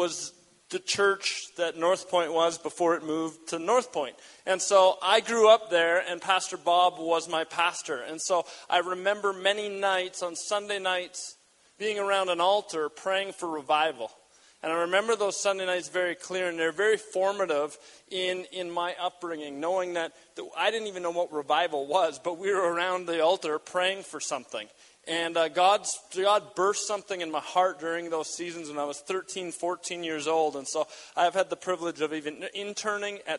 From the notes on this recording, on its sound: We gathered at North Pointe Community Church in Edmonton, AB as the first significant snow fell outside.